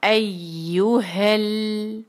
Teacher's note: لام پر کلکلا یا جھٹکا چھوٹا سا بھی نہیں ہونا چاہیے